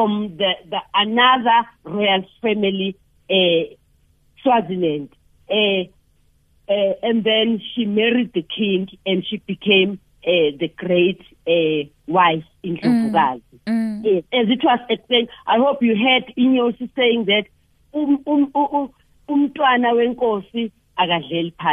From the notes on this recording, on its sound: we are joined on the line